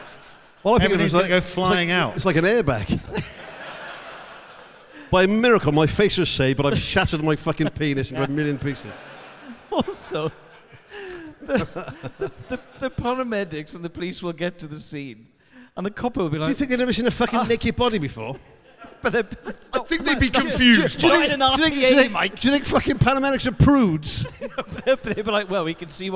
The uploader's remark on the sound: THIS WEEK’S SHOW WAS RECORDED LIVE AT THE WILLIAM ASTON HALL, WREXHAM ON SUNDAY NOVEMBER 5th 2023